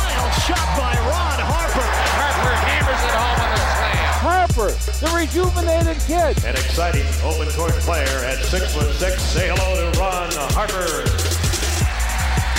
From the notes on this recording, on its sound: Live from NBA All-Star. We are LIVE from the House of Blues for NBA All-Star weekend in Chicago!